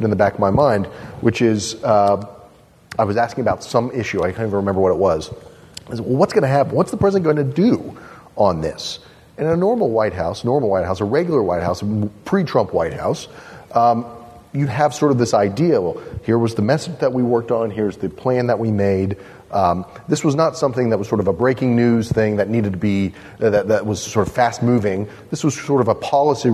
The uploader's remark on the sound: Live From the TWS Midwest Conservative Summit!